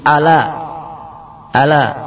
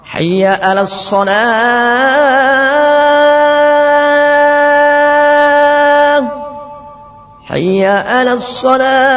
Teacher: Atau mengganti ain dengan hamzah sehingga menjadi ala. · Shown in: first take · Ala. Artinya ketahuilah.